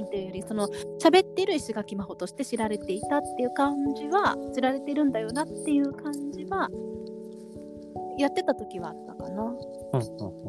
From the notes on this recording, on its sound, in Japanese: 最寄駅から歩きながら